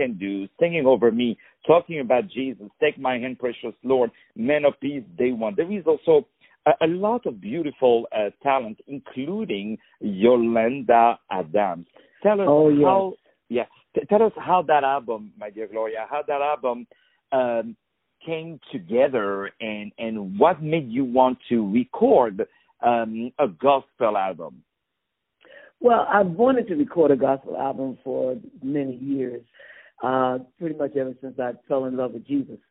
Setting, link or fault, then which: link, phone line